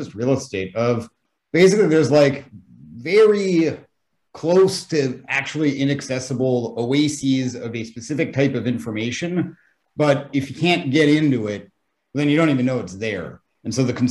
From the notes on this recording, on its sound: Watch the Zoom video